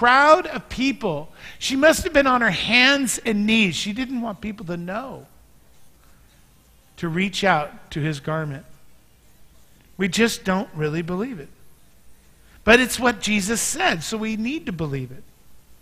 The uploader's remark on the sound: Mt. Zion Church Live!